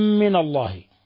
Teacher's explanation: ميم ساكنة أضغمت في ميم متحركة، الحكم التجويدي إضغام مثلين صغير يضغم مقدار حركتين